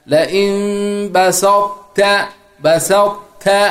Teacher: الطاء مخرج التاء واحد بس صفة الإطباق سيبقى باقي كل قريشة كأنك تنطق بالطاء وتنتهي بالتاء